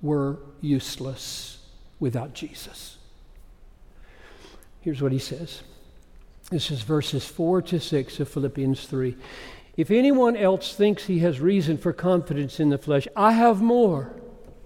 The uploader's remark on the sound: Preached this message at Bethlehem College &amp; Seminary in Minneapolis. Preached this message at Bethlehem College & Seminary in Minneapolis.